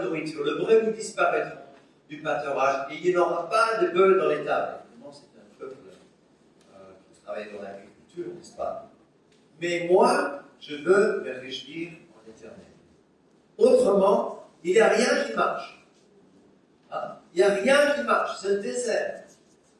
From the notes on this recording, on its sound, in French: Enregistré à l'église CVV, le 24/10/2021